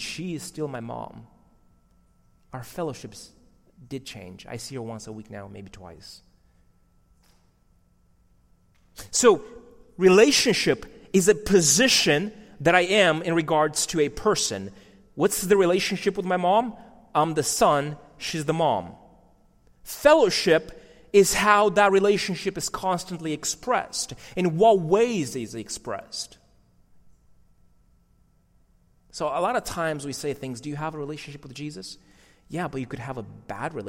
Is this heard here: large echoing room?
yes